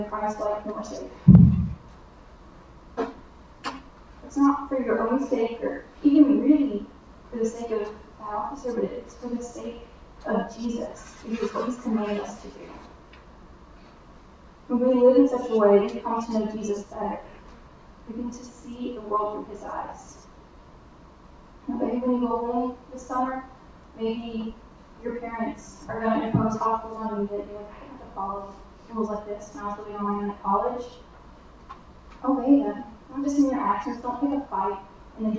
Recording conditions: drop-outs